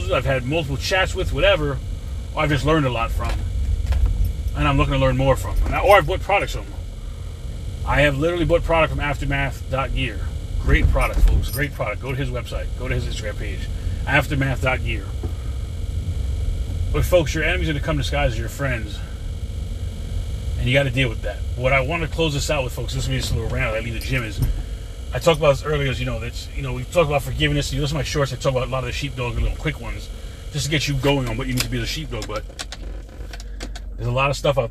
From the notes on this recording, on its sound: In this CarCast